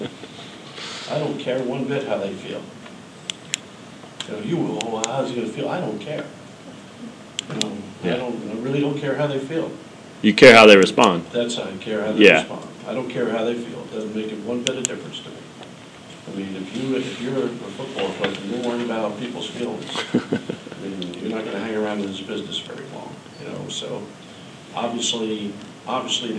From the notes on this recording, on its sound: Tuesday's news conference at KU